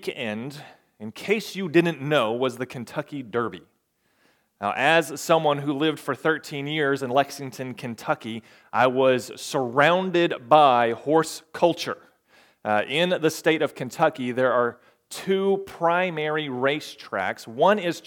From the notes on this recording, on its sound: recorded May 14, 2022, at the Ringgold Seventh-day Adventist Church.